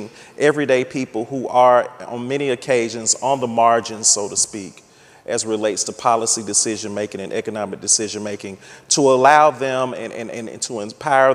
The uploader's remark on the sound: The best of live interviews from GreenBiz events.